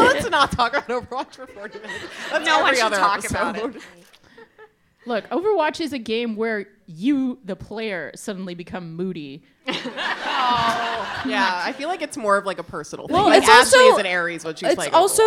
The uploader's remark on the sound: The Polygon Show LIVE at FlameCon 2018